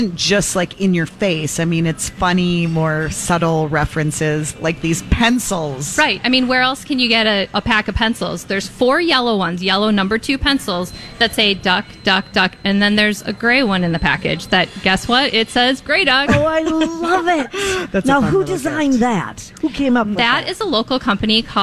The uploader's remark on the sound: broadcasting live at the General Store of Minnetonka